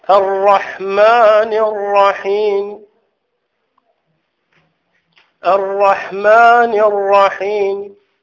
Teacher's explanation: بعض الحركة وأخفض الصوت. الصوت حتى في الميم نفسها. · Term: الروم